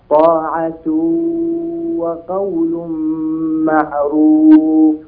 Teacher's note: هذا تنوين بعده واو، نريد أن نسمع غنة الأنف